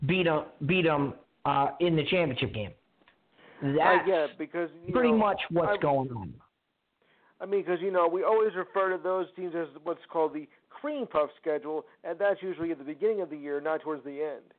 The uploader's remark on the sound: your phone calls